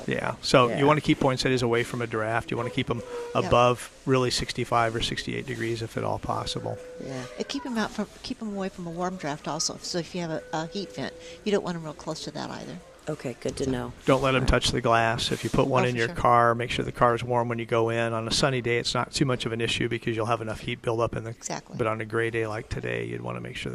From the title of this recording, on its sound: Live at Prairie Gardens